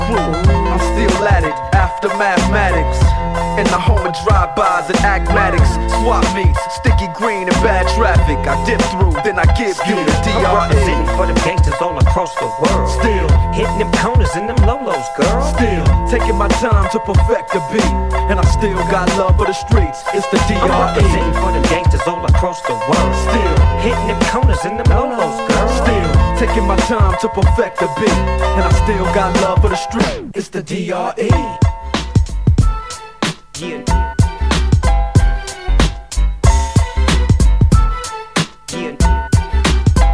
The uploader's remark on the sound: Live at Mhlambis